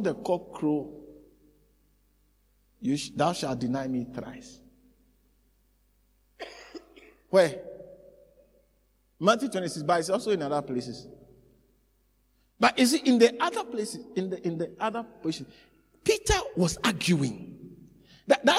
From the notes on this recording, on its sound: preached at the Living Waters Cathedral